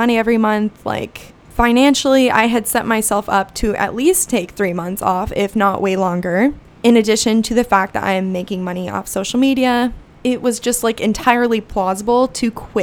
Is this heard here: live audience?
no